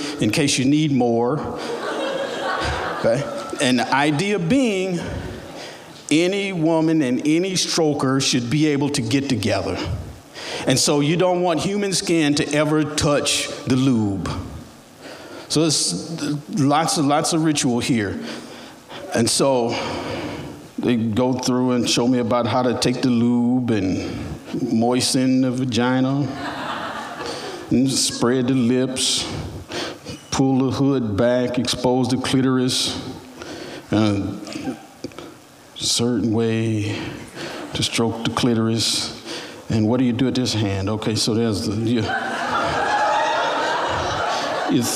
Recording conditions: live audience